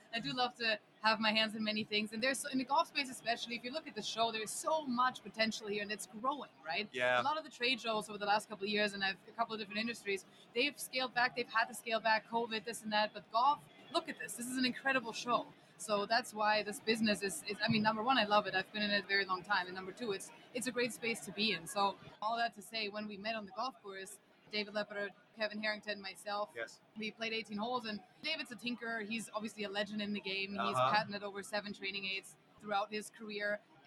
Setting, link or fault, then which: setting, busy venue